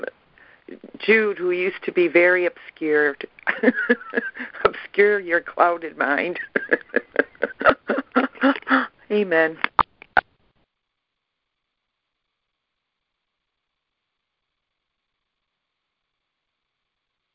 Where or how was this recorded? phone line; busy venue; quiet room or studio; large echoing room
phone line